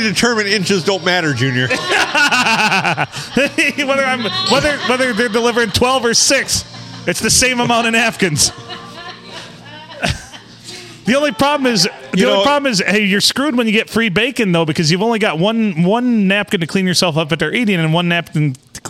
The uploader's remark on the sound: Recorded in the 4-69 (Lovely Port Sanilac) at the famous Blue Water Sports Bar.